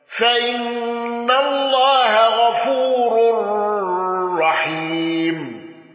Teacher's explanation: الرمل عن السوري عن ابن ذكوان بالغنة في الراء